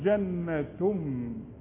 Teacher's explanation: أما التنوين اللي بعده ميم إدغام كامل بغنة